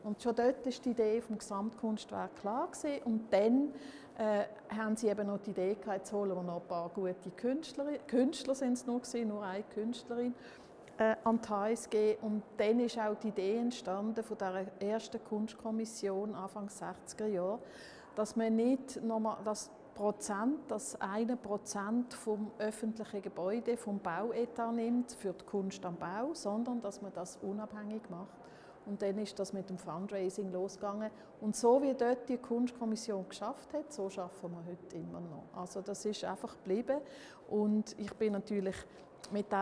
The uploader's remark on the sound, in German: Audio-Spaziergang durch den HSG-Campus